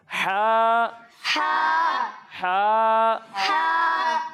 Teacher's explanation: جب ہم ہا اور عین کی ادائیگی کریں گے تو ان دونوں کو ہم حلق کے درمیانے حصے سے پڑھیں گے